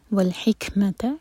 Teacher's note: ہا حلق سے اور کیاف پر ہمس، کیاف پر سکون ہے. وَالْحِكْمَةَ وَعَلَّمَهُ لام پر شدہ تو زور دے کر پڑھیں.